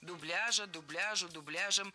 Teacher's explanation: Раньше норма была такая. Ударение нужно было ставить всегда на второй слог.